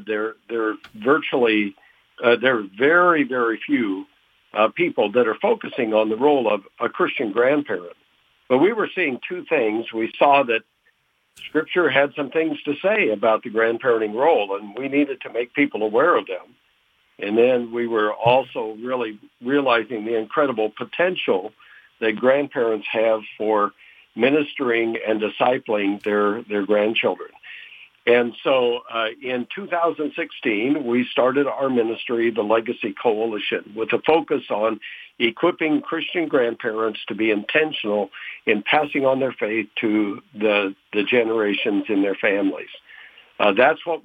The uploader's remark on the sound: With Phone Guest